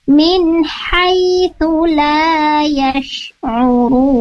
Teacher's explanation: Ha sendiri ini makhrajnya dari wasatul halq atau tengah-tengah tenggorokan di sana. · Term: huruf ha